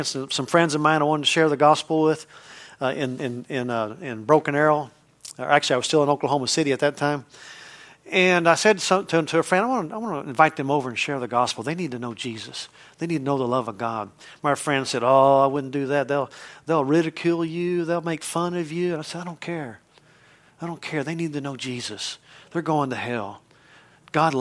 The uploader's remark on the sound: from the Wednesday service on June 28, 2023 at Harvest Bible Church in Stockton, CA